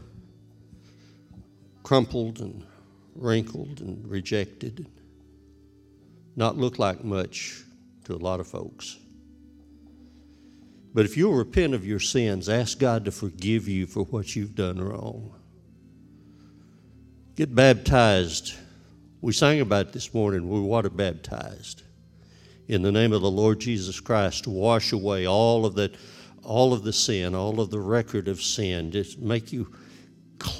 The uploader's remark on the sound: This sermon was recorded live on October 31st, 2021, at Newark United Pentecostal Church.